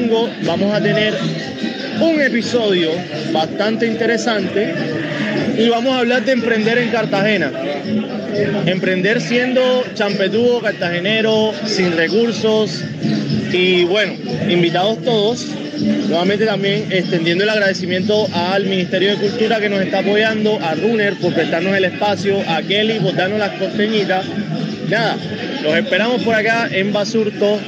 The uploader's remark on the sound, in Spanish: En este episodio grabado desde el mercado público de Bazurto en Cartagena